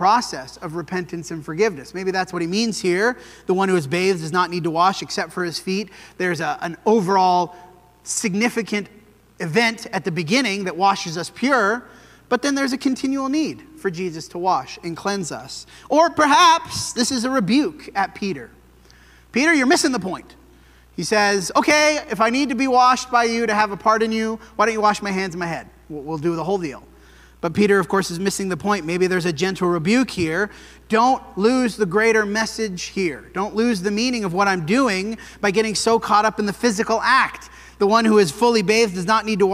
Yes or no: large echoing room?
yes